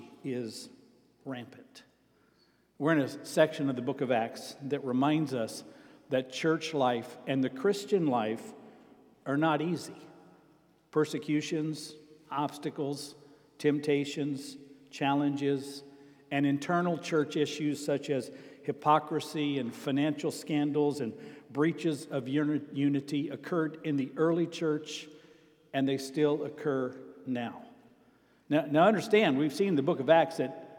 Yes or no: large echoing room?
yes